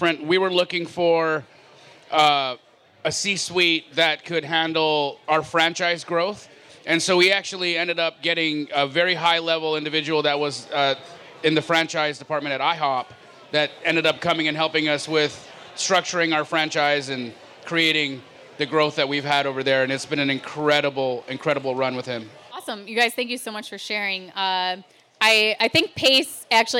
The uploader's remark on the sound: Made the journey to the Valley of the Sun to visit real estate rookies for a live podcast recording. Live Q&A.